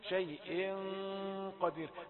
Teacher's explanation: بعد أن أنتهي من صوت الكسرة نبدأ نفخم لدخولنا على حرف تفخيم الذي هو القاف